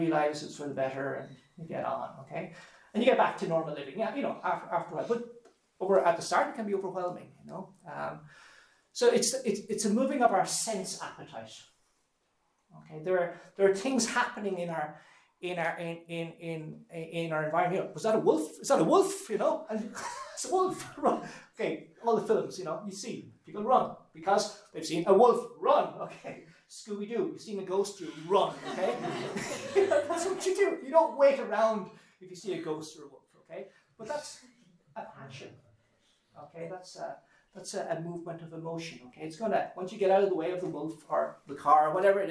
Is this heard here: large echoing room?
yes